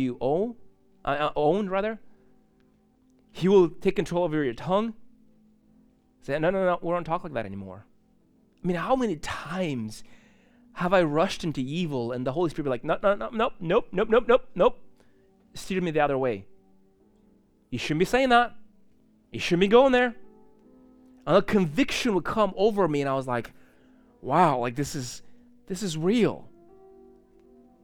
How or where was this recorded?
large echoing room